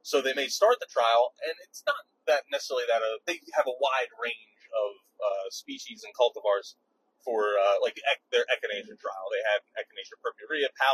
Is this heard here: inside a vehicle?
yes